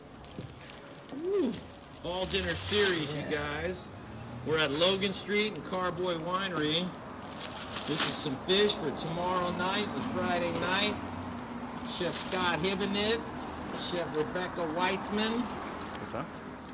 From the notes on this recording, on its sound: Live from Logan Street Denver Restaurant and Bar and Carboy Winery!